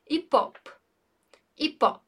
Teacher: Com um P mudo no final.